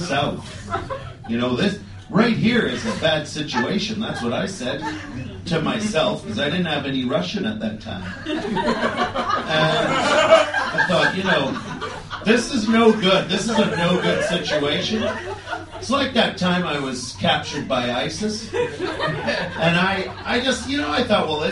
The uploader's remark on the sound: Bits of our live show mingle with returning guests and fresh blood